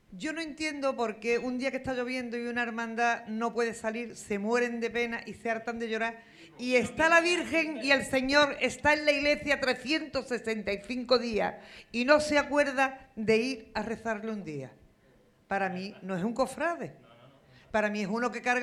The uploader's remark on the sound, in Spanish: Programa especial realizado en directo en la Tasca el 22. Semana Santa de Chiclana 2023.